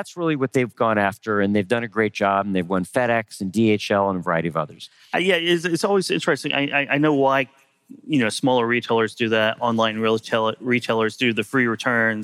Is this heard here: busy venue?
yes